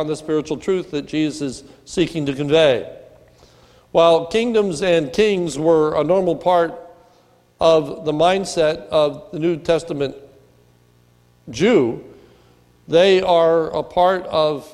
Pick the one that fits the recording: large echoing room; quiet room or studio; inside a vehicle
large echoing room